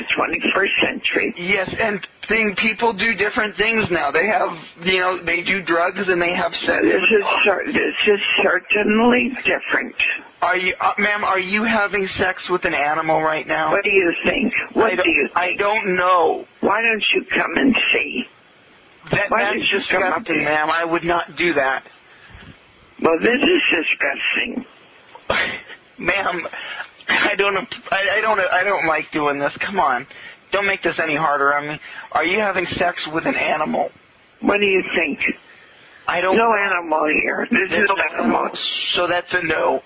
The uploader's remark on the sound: RBCP's Personal Prank Phone Calls Collection